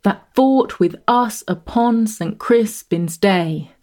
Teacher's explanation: The regular rhythm, pushing smoothly ahead to end on a stressed syllable, day, lends a sound of confidence and credibility to Henry's words. · Term: iambic pentameter